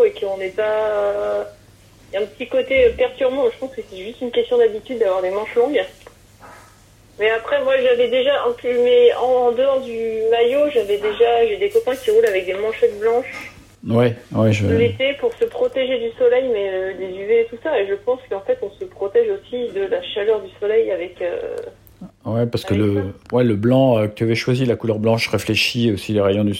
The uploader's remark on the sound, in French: j’ai appelé par téléphone